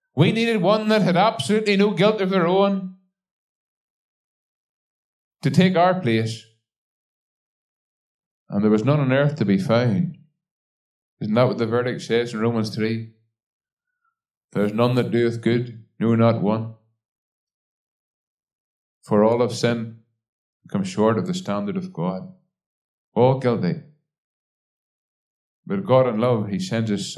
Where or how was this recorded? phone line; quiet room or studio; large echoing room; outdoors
large echoing room